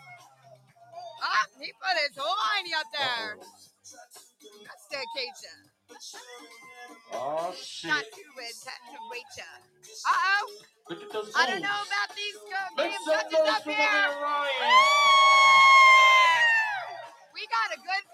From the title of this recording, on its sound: LIVE from the Paradise Club for the DILF Contest